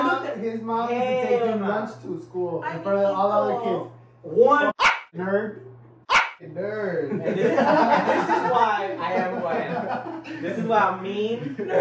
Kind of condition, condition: fault, poor sound quality